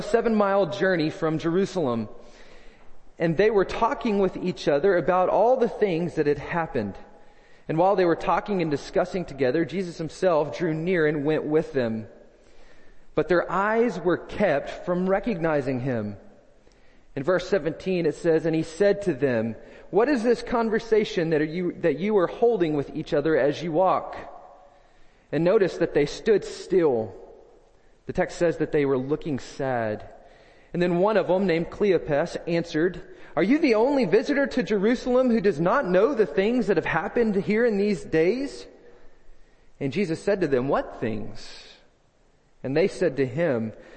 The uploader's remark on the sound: First Baptist Belton Tx Sunday Morning Sermon